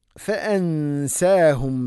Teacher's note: ഫഅൻസാഹും, നൂനിനെ അവ്യക്തമാക്കി മണിക്കണം